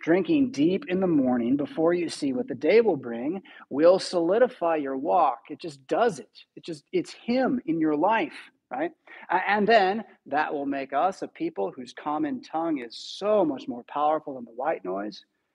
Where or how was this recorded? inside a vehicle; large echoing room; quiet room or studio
large echoing room